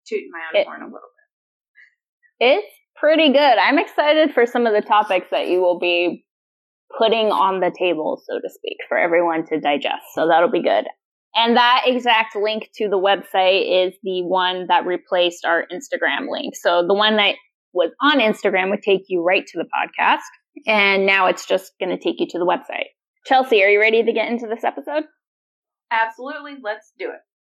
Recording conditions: poor sound quality